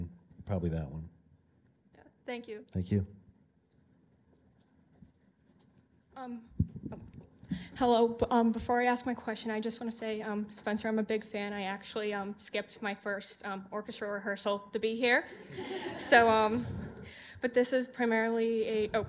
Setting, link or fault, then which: setting, live audience